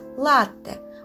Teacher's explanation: Обратите внимание, как я произношу название этого вкусного кофейного напитка – латте. Ударение на первый слог. Звук «т» произносится долго и, и чувствуется, что это удвоенный «т».